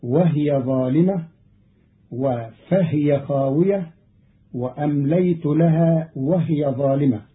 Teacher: قرأ قالون الكلمات وهي وفهي وهي في الجمل السابقة بإسكان الهاء